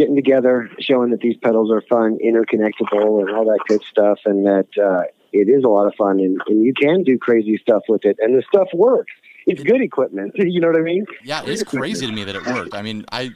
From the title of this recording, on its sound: On the phone